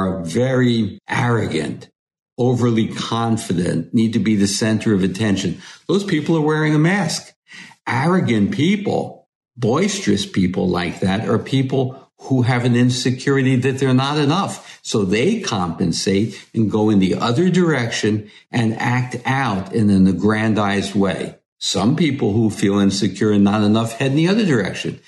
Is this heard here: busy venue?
no